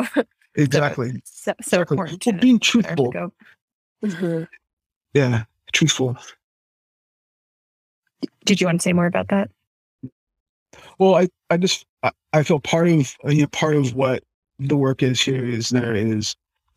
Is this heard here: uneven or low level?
no